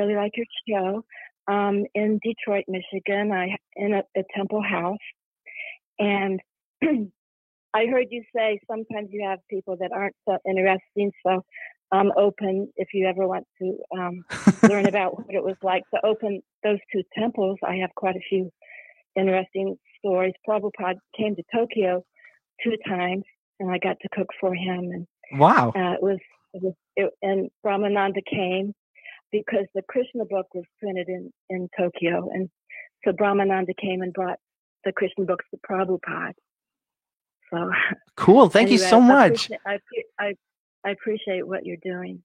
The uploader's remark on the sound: take live calls from the audience